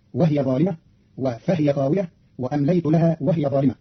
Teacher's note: كلمات وهي وفهي وهي في الجمل السابقة بإسكان الهاء فتصير وهي ظالمة وفهي خاوية وأمليت لها وهي ظالمة، والكسر والإسكان كلاهما في لغة العرب.